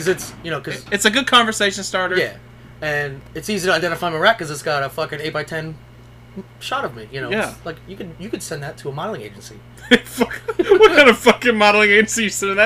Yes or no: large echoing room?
no